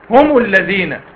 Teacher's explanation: ضمت الميم مع انها ساكنه · Term: تحريك الساكن الاول